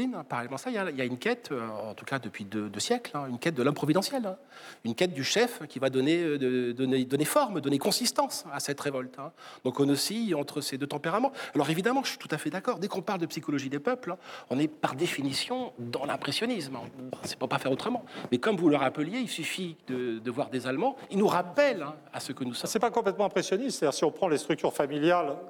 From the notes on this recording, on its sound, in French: L'émission de RT France en public